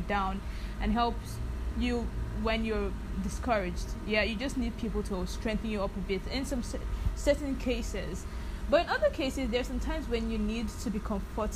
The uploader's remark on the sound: Also, kindly overlook the background noise, I’m back in Lagos and that means less quiet.